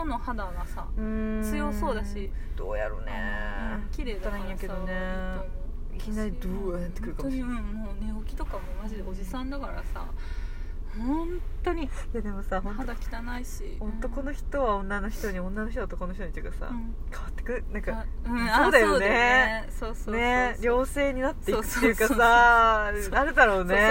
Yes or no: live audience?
no